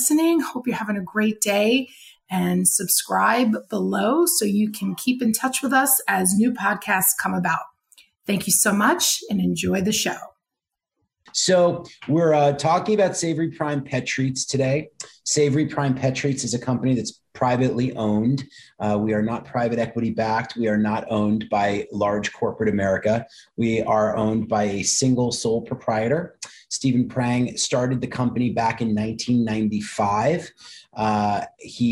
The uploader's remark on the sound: Listen in on a very tradeshow like conversation.